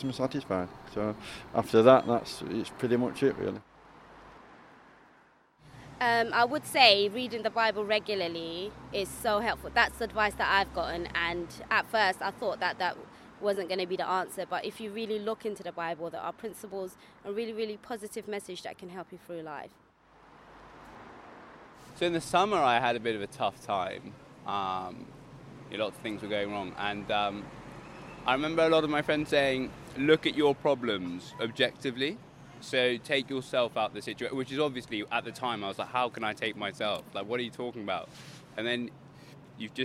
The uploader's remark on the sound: Walks around different parts of Camden asking passersby to talk to her for 5 minutes. The aim is to capture a cross-section of street life in this diverse and eclectic borough of London. The second episode was recorded in Eversholt Street and Mornington Crescent early on a Sunday morning.